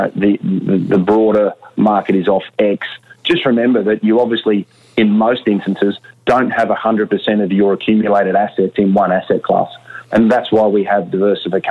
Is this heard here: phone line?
yes